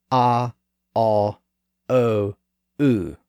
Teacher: If you pronounce those four sounds in that order, you'll feel the movement from ah in the lower part of the mouth up to oo in the highest back part of the mouth